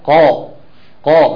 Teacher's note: مفيش فيها جريان صوت ولا جريان نفس، فيها انحباس صوت وفيها انحباس نفس